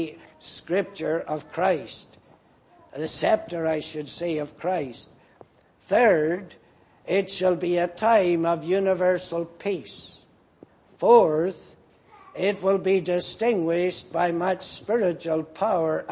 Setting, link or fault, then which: setting, large echoing room